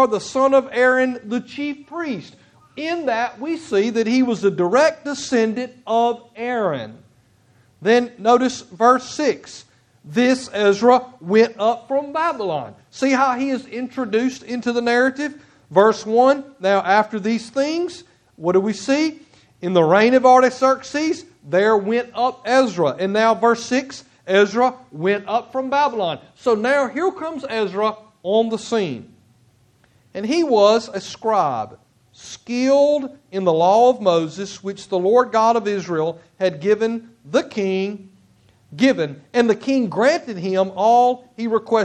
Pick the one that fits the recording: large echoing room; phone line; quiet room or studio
large echoing room